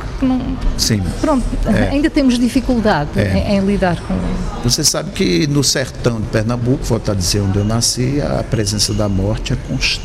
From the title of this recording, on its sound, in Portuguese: em direto do Festival Literário da Madeira